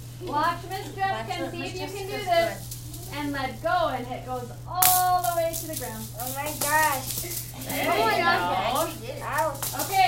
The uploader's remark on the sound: This is a live recording from a children’s The Adventures of Super Stretch kid’s yoga class ages 7yrs to 9yrs